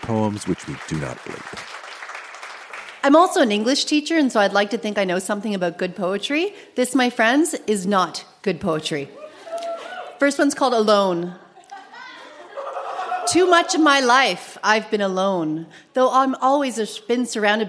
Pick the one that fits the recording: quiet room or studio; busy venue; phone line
busy venue